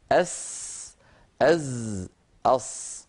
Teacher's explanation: الصاد حرف لساني أسناني، مثلها كمثل السين كمثل الزاي